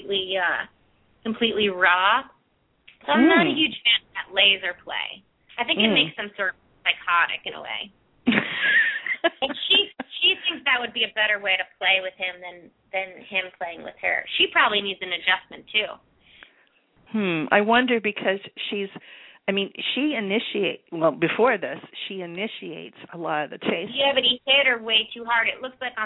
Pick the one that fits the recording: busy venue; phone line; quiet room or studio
phone line